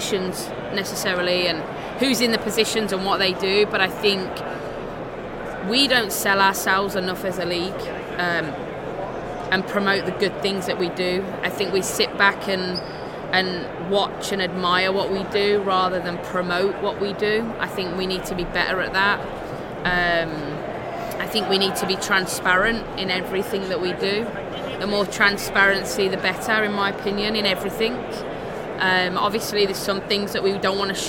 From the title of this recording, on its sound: Live from the 2019 USC Convention